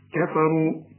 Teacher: الكاف في عموم القرآن مرقق، كفروا، والفاء برضو مرقق